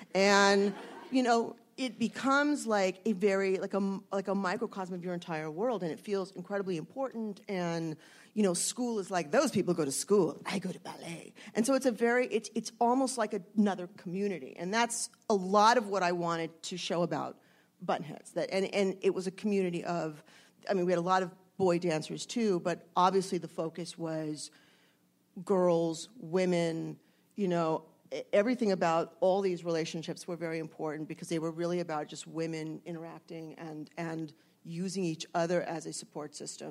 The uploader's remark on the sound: Panels from ATX Television Festival. At ATX.